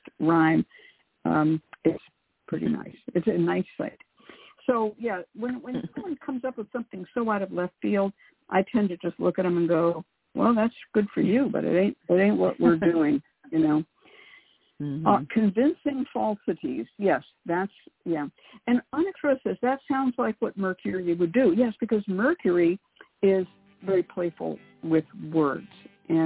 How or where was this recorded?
phone line